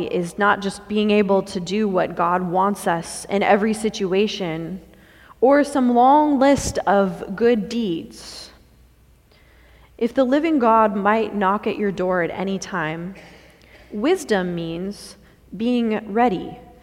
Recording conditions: large echoing room